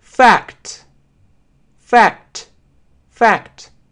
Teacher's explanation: звук э, так как здесь широко открываем рот